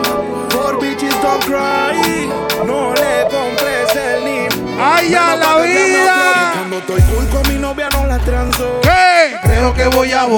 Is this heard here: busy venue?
yes